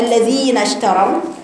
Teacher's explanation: حقق الكسر في الذال، بتجيبي بعدها الياء المادية حركتين، ما تاكليش المد، لأن اللي بياكل المد بنقوله أنت عندك صفة ضعف اسمها صفة خفاء، بتضيع صوت، بتضيع أزمنة المدود سواء بالألف أو بالياء أو بالواو.